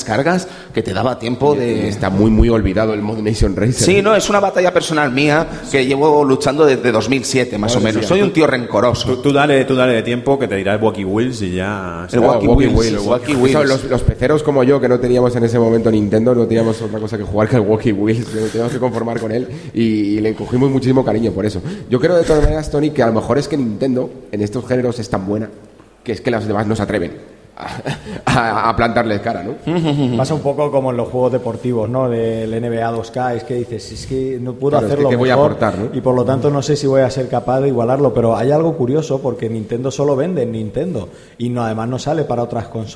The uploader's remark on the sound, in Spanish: Programa grabado en directo desde RetroAlba.